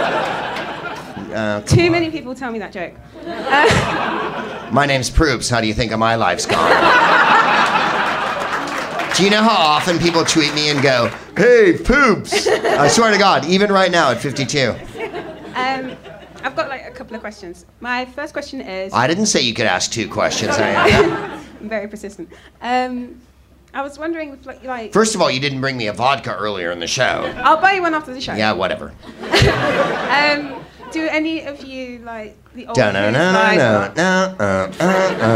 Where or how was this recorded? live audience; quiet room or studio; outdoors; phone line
live audience